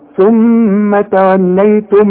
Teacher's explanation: شوف من، لا شوف الأحكام هنا، ثم توليتم هتقفل شفايفك، الميم دي مع الميم دي، ميم ساكنة مع ميم متحركة، الميم الساكنة يعني اللي بدون تشكيل، المتحركة اللي بتبقى عليها فتحة أو ضمة أو كسرة، بيحصل إدغام